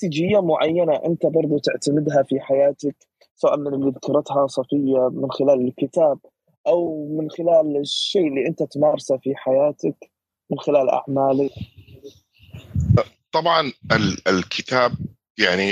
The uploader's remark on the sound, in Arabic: تسجيل لمساحة ابن رشد الأسبوعية على منصة تويتر